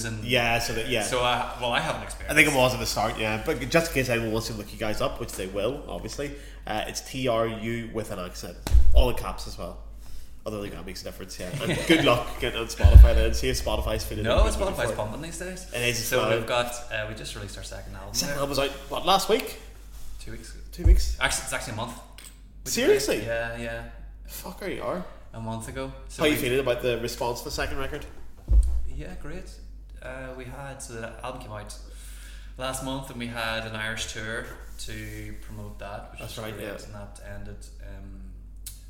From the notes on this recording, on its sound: I'm back home in sunny (yes, really!) Belfast. Thanks to the sound people at the Sunflower Public House, I've been able to use their stunning venue to welcome another guest to the pod. Sat down over a few pints.